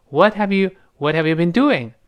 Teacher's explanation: 那个 h 那个似有似无，好像就没有了啊